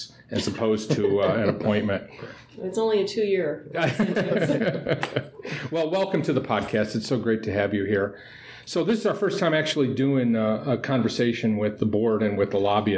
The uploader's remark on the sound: Live from the Washington ASC Association Meeting